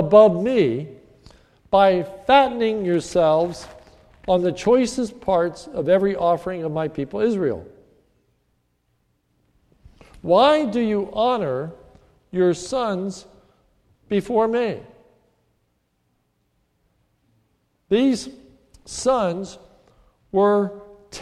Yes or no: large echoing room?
yes